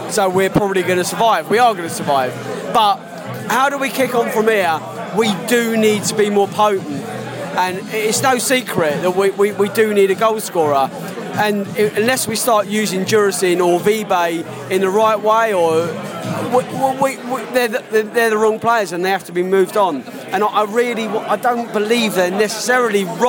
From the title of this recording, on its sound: post-match podcast from the pub